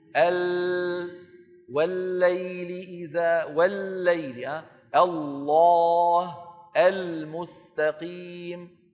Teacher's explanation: والصورة التي على اليسار تبين كيف أن الصوت خارج من الوترين الصوتيين، فلما يصل إلى اللسان ويجد أن وسط اللسان قد اعترض طريقه فإن الصوت ينقسم شعبتين، شعبة تنحرف عن يمين اللسان وشعبة تنحرف عن يسار اللسان، ثم يتابع طريقه إلى الخارج. · Term: انحراف اللام